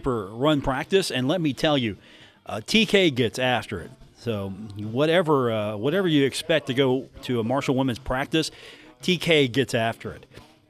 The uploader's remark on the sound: live from The Union Pub and Grill in Huntington, WV for today's broadcast.